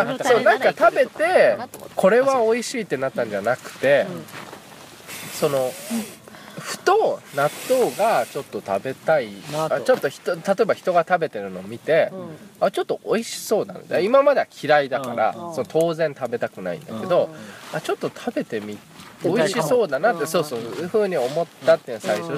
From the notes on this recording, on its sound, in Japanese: 本栖湖で月夜に照らされ、富士山を見ながらの収録です。